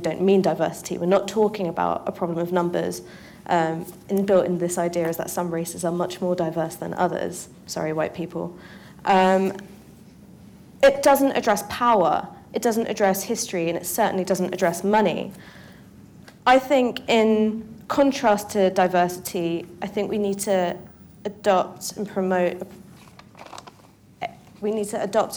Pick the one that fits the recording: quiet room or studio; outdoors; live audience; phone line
live audience